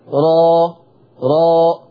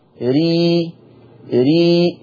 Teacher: را ري او رو ري، يبقى مؤخرة لساني عليت في الراء المفتوحة والمضمومة ونزلت في الراء المرققة المكسورة · Term: التفخيم